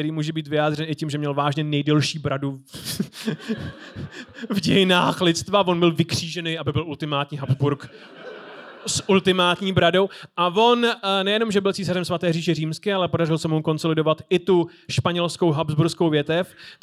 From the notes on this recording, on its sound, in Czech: Hodina dějepichu LIVE. Tentokrát vám přinášíme záznam z live vystoupení Hodiny dějepichu v pražském Rock Café o dobývání Vídně.